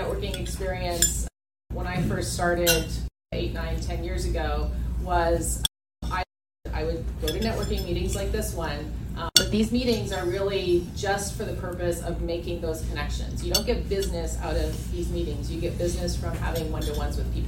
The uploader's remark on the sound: This podcast is a live recording of a marketing AMA at a small business event.